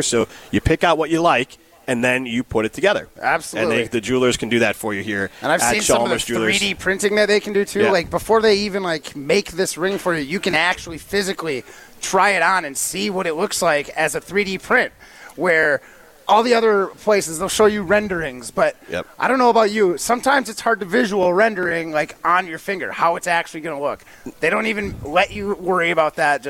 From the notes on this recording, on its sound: broadcast live from Chalmers Jewelers in Middleton